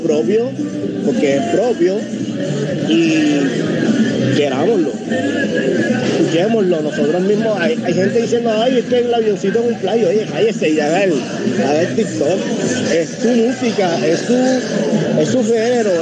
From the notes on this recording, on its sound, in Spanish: En este episodio grabado desde el mercado público de Bazurto en Cartagena